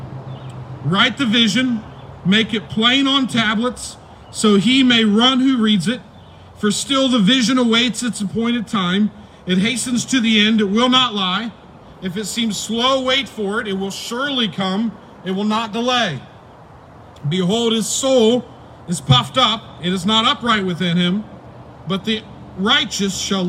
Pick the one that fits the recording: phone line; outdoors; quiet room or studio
outdoors